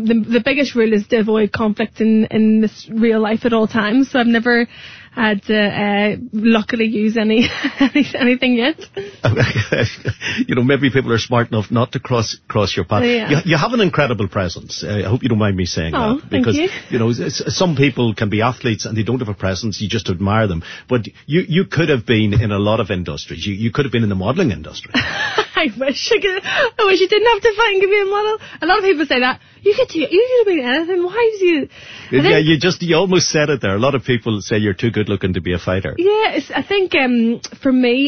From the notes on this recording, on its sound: called in to U105 studios